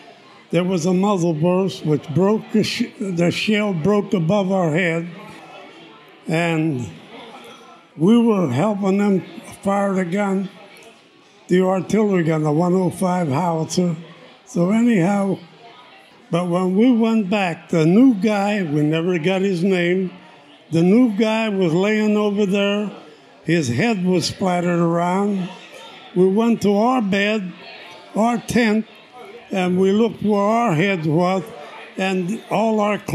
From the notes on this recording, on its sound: recorded live July 27, 2016 at Spoonwood Brewing Company in Baldwin, Pennsylvania